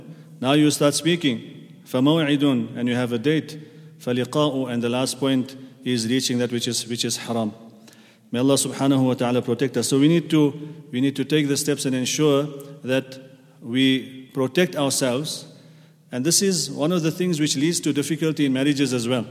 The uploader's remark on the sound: At the Houghton Masjid (West Street).